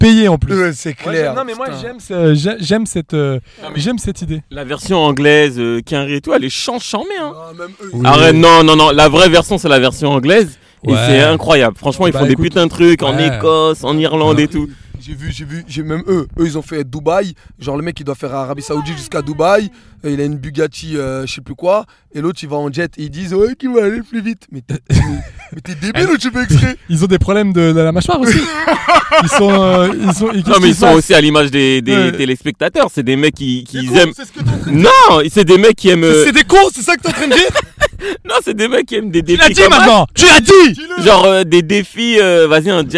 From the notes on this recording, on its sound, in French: Dans cet épisode enregistré à bord d'une voiture. Nos soucis de batterie.